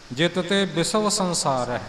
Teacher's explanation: ਇੱਥੇ ਹੁਣ ਔਂਕੜ ਤੇ ਐੜਾ ਨਹੀਂ ਬੋਲਿਆ ਜਾਣਾ ਇੱਥੇ ਵਵੇ ਦਾ ਅੱਧਾ ਕੁ ਰੂਪ ਬੋਲਿਆ ਜਾਵੇਗਾ